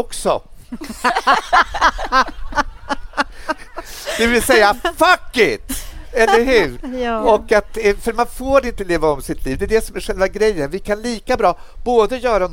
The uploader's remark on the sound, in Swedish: LIVE från Stockholms Kulturfestival